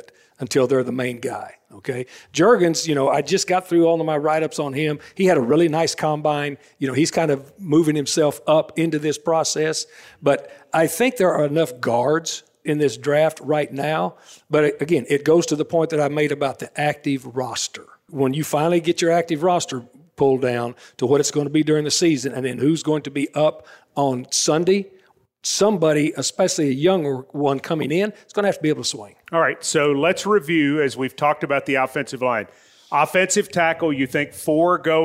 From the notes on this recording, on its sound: LIVE at Harbaugh Club on WKU Campus. Day 3 of the OTP Live tour rolls on from the Harbaugh Club at Western Kentucky University.